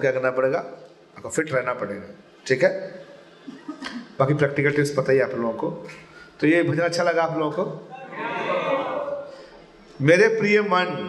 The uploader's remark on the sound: Mayapur Yatra 2020. Audience : Camp devotees.